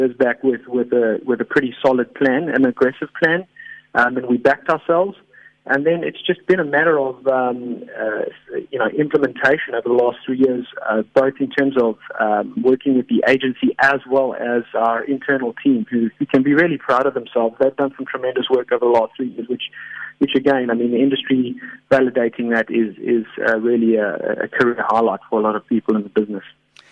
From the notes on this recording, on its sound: GUEST (Phone)